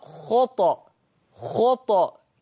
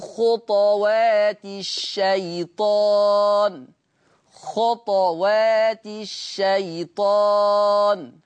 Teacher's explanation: طيب أيضا لفظ ولا تتبعوا خطوات الشيطان، حفص يقرأ على مستوى القرآن على وجه العموم هذا اللفظ بضم الطاء خطو خطو. ورش ورش يقرأ بسكون الطاء